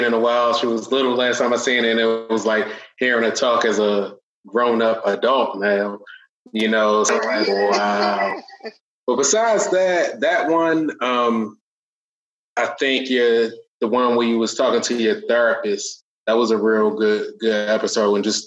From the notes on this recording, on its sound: I was able to be in conversation with some of my avid listeners, via a Friday Night Zoom Party.